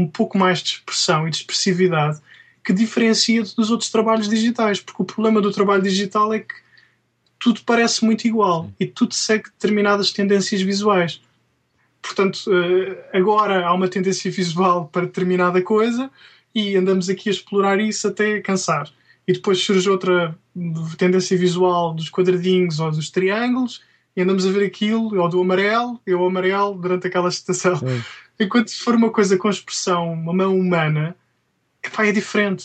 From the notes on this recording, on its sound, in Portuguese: entrevistado via Skype